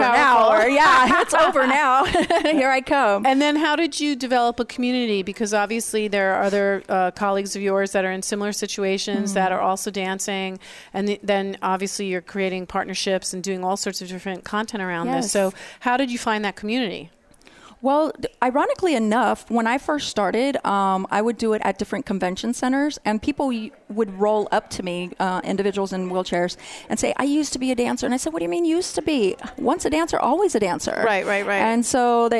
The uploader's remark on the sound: We Broadcast Live form the Largest Women's conference in the USA! We will be live for 2 days bringing you all the event action, keynote speakers and VoiceAmerica hosts.